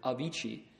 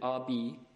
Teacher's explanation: That's a Sanskrit word, avici. The Chinese don't have a v sound, so they did abi